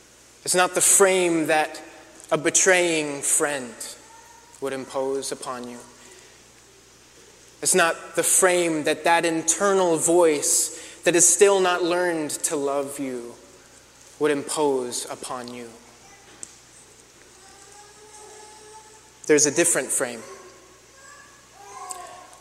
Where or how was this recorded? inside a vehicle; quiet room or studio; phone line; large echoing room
large echoing room